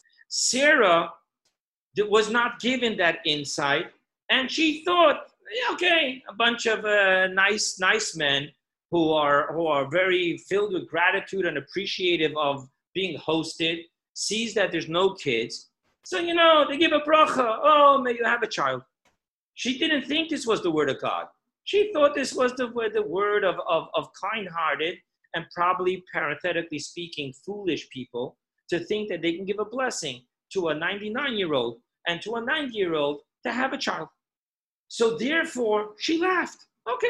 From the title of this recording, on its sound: Zoom Class 5781